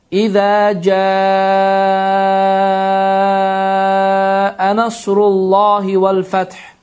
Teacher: Burada məd hərfi əlif vardır və əlifdən sonra kiçik həmzə işarəsi gəlmişdir, həmzə gəlmişdir və bu həmzə əliflə eyni kəlmədə olduğu üçün bu ayəni, yəni bu sözü cəə sözünü 4 və ya 5 və ya 6 hərəkə miqdarında uzatmaq olar